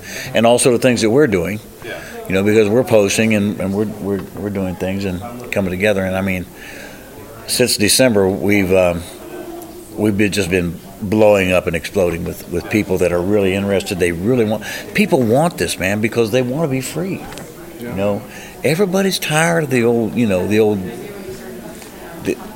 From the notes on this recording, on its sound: KC Metaphysical Conference Part 2. Interviews at the KC Metaphysical Conference.